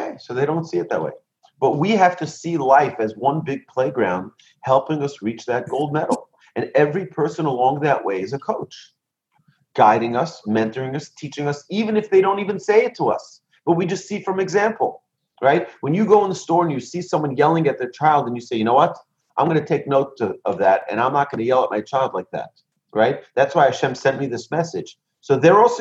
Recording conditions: video call